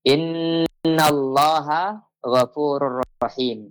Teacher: Itu huruf lam pada dasarnya memang tipis. Dan lam ini akan tebal pada saat dia dilekatkan dengan lafaz Allah. Lafaz Allah dan huruf lam ini setelahnya harus berlapaskan fathah.